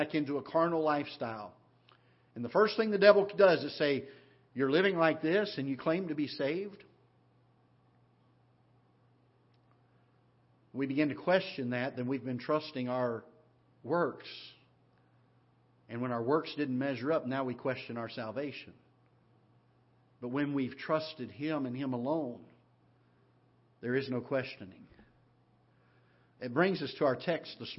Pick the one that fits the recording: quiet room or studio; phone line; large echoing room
large echoing room